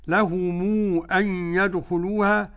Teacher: لهم أن يدخلوها أربع حركات لقالون